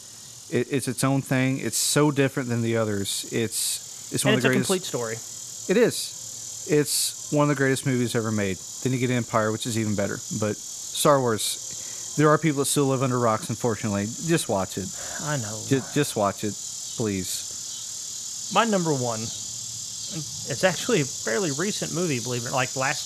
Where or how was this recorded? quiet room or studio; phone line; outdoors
outdoors